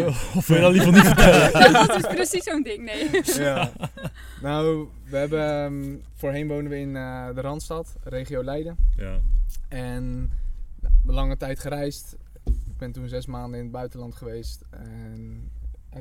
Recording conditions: outdoors